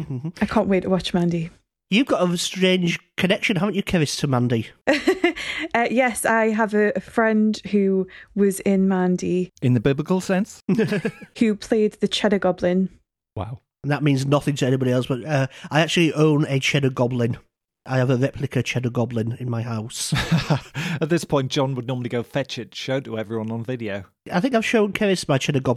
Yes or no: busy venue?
no